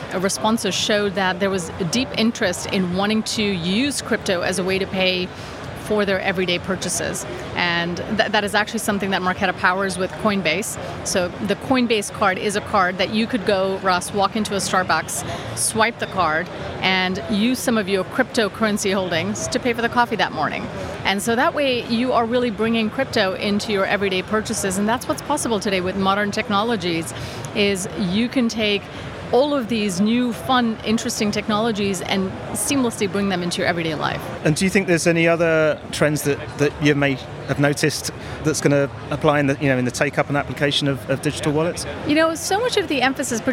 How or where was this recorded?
busy venue